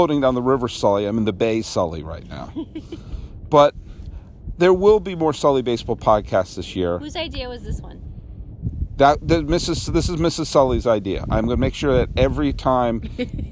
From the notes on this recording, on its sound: I recorded my first podcast of 2019 looking over the remains of Candlestick Park and contemplating timelessness.